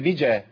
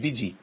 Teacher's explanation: الجيم عليها ايه؟ فتح يبقى بيجا مش بيجي · Shown in: first take